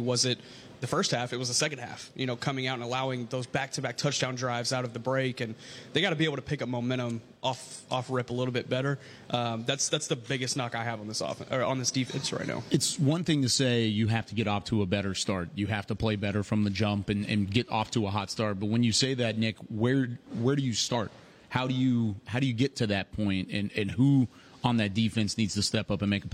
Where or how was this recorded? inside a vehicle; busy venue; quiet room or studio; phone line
busy venue